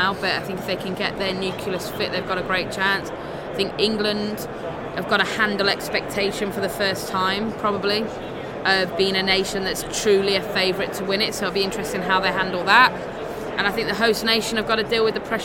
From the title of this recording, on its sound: Live from the 2019 USC Convention